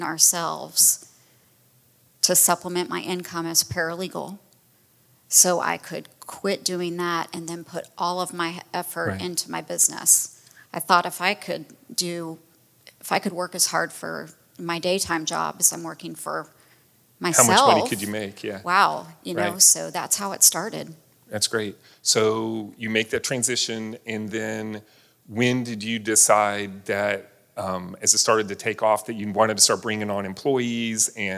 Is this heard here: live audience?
yes